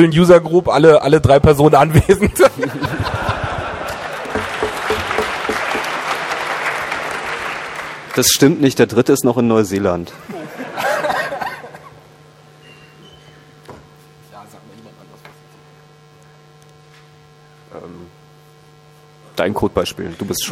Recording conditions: live audience